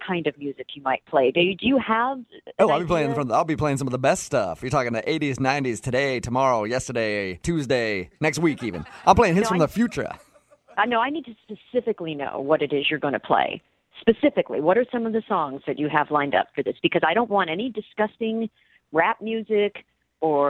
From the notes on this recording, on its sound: Phone Tap. By MOViN925.